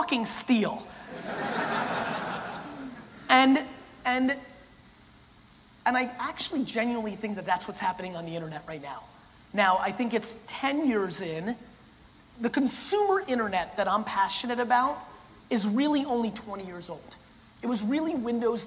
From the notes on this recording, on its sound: For this episode we go back to the Relentless Keynote I did in Los Angeles in 2017.